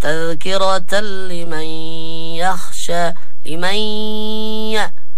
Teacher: النون الساكنة أو التنوين عند الياء، هنا الإدغام بغنة